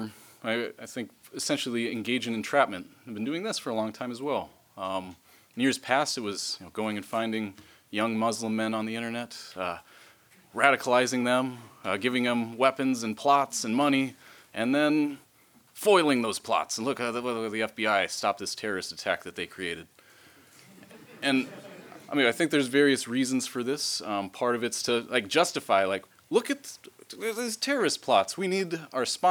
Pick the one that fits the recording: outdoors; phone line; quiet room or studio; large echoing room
large echoing room